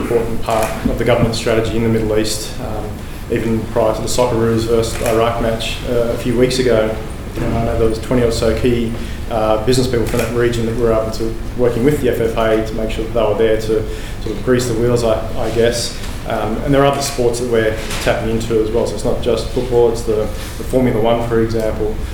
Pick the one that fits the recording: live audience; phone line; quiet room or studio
live audience